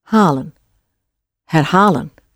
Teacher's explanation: the stress is not on the her, it's on the halen